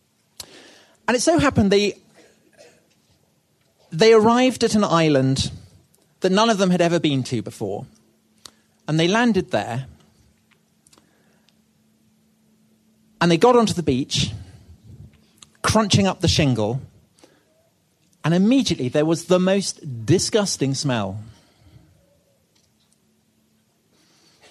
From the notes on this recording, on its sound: This was recorded at the 2016 Chalke Valley history festival and first released on the Chalke Valley History Hit Podcast.